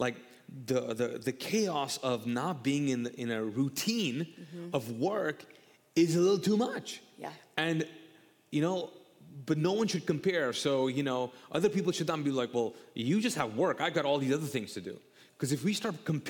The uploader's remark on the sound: All episodes on this channel are recorded live from the Mosaic Church "Hope Center" in Charlotte North Carolina.